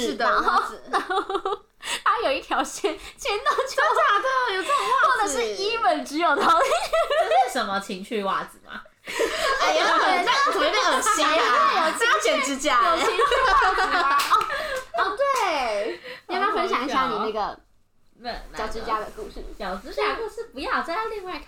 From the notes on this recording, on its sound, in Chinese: 還買不起第2支麥克風，音質請見諒